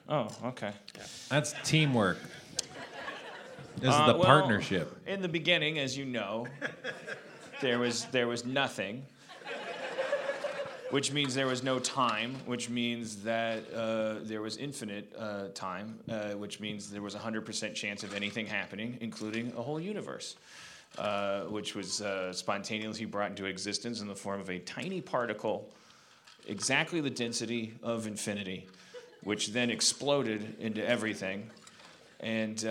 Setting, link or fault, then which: setting, busy venue